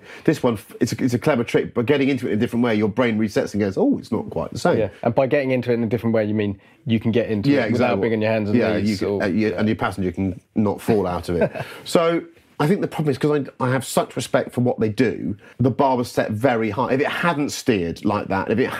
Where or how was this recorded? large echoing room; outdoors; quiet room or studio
quiet room or studio